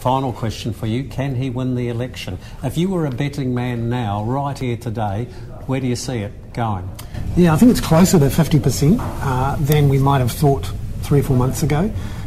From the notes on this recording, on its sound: This economic commentator for interest.co.nz was the keynote speaker at the Lincoln Mainland Property Seminar.